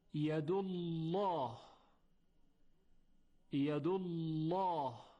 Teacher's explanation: مورد دیگر زمانی است که قبل از لام الله ضمه باشد، مثل ید الله، ید الله، در اینجا قبل از لام الله ضمه دال وجود داره و باعث میشه که لام الله تفخیم بشه